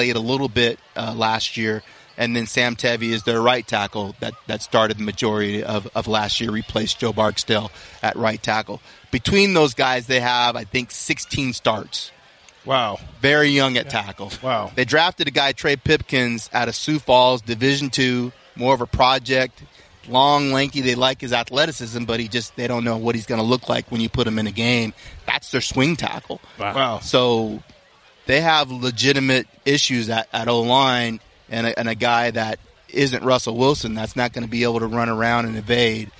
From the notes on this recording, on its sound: live from Rams training camp in Irvine